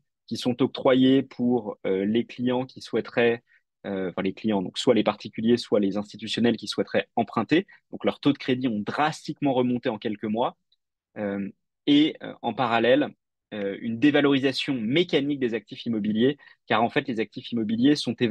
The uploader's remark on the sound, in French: Retranscription audio de notre Webinar